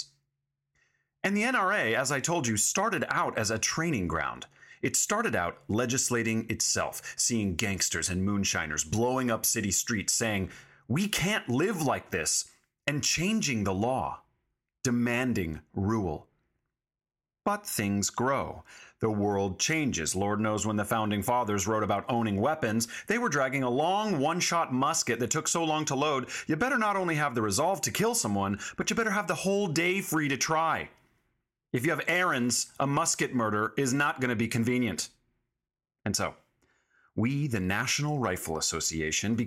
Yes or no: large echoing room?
no